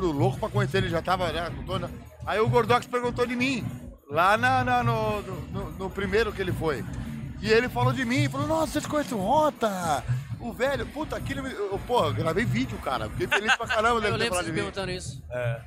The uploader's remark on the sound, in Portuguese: Respeitável público da BGS 2023. Direto da Brasil Game Show 2023!